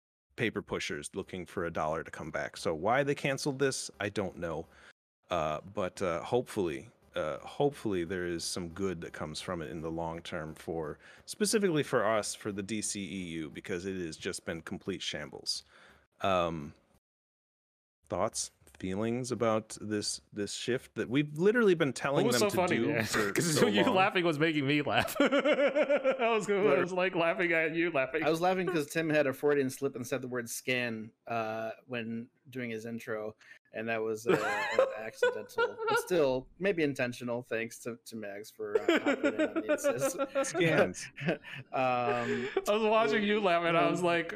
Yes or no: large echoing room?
no